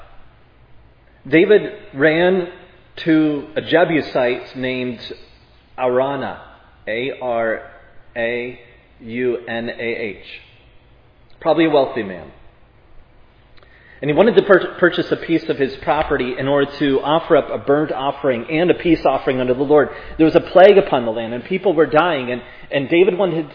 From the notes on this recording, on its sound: was preached at Providence Church